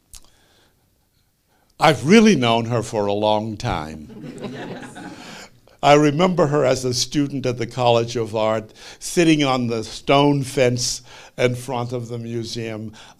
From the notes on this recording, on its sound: Re-releasing the audio of a live event from January 2018 at the PRX Podcast Garage. Re-releasing the audio of a live event from January 2018 at the PRX Podcast Garage.